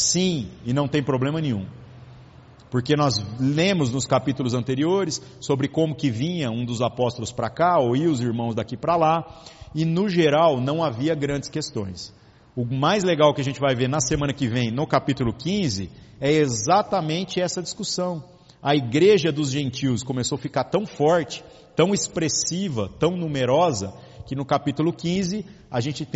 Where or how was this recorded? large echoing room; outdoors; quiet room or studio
large echoing room